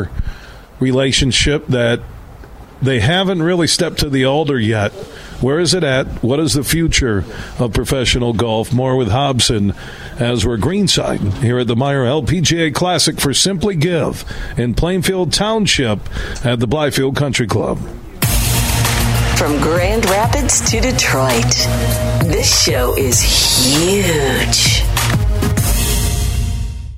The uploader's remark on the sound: broadcasting live from the Blythefield Country Club which is home to the Meijer LPGA Classic